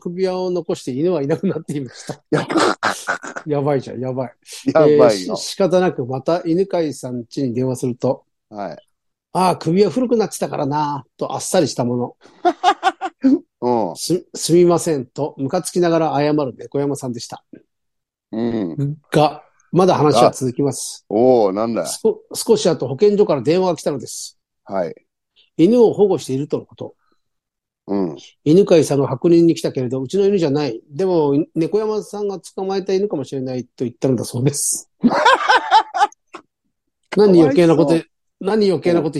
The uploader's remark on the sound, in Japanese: ZOOMで収録